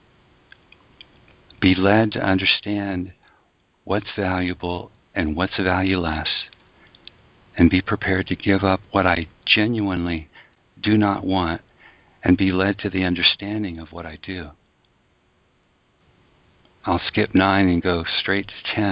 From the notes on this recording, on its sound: ACIM Daily Conference Call